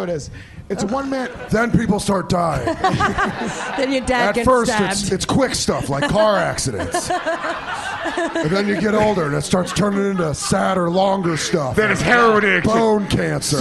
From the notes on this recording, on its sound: It's a special live edition recorded at the Village Underground Lounge!